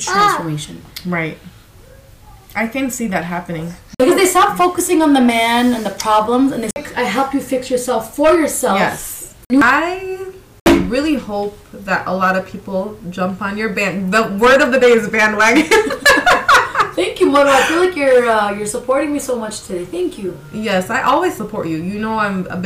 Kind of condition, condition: fault, sounds in the background